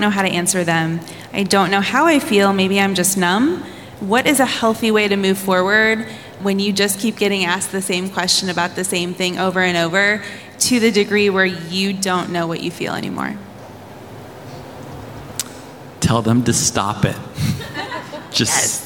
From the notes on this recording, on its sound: In this live event recording